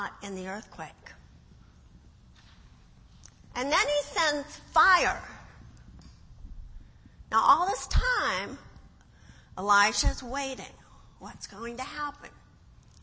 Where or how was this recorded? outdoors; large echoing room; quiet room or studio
large echoing room